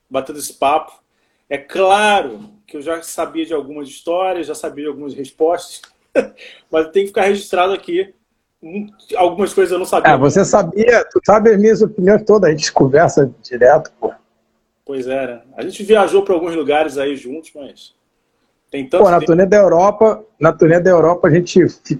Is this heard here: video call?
yes